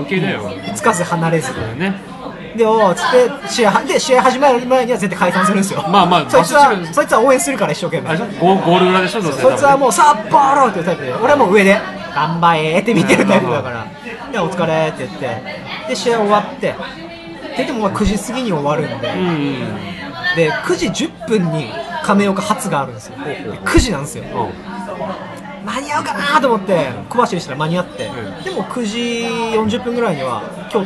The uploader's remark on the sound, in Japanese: 居酒屋で収録したので飲食店の騒音感があります